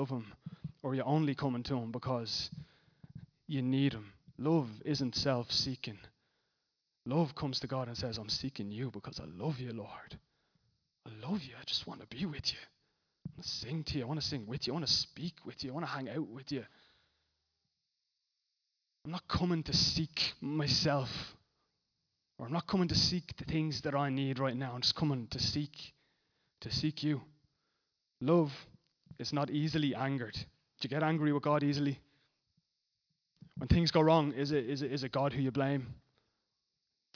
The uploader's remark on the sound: Recorded live at Liberty Church Bray on 3rd March 2019